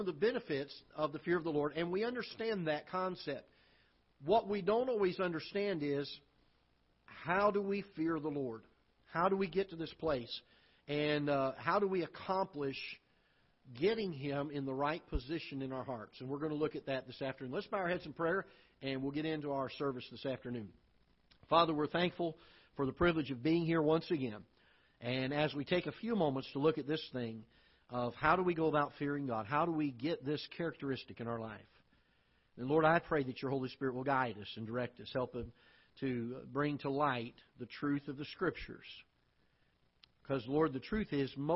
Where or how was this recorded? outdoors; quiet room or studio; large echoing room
large echoing room